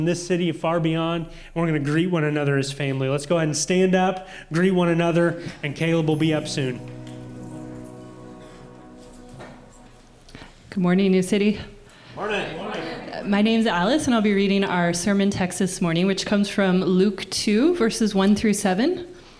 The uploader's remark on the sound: audio from New City Church in Champaign-Urbana, IL